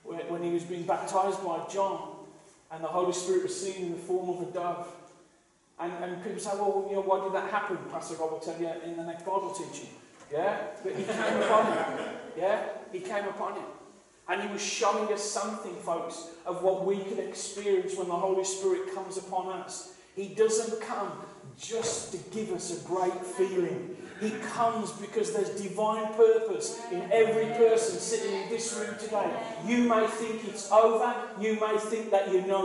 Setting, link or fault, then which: fault, poor sound quality